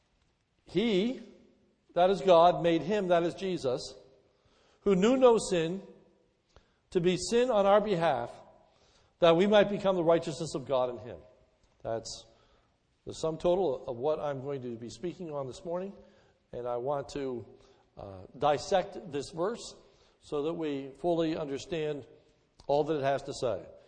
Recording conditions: large echoing room